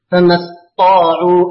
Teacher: أي قرأ حمزة لفظ فما استطاعوا بتشديد الطاء فما استطاعوا والباقون بالتخفيف